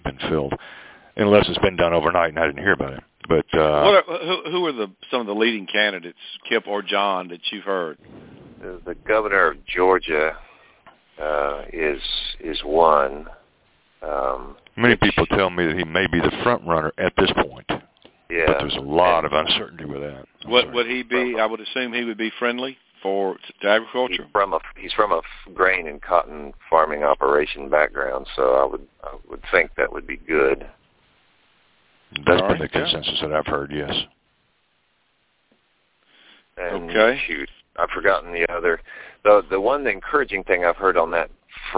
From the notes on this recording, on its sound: Monthly Conference call